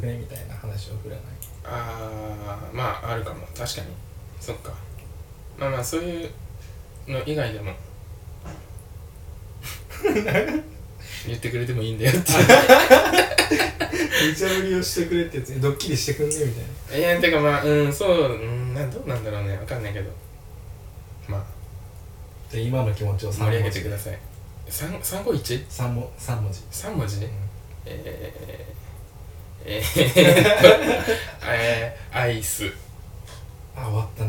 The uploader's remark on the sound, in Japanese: 誕生日にYeti x を買ってもらってこの回で使うはずだったのですが接続を忘れて生のアイパッド録音になってます。